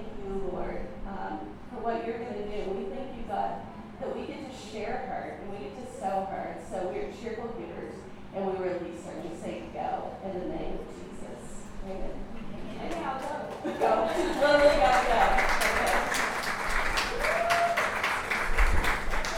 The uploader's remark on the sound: recorded at our June monthly gathering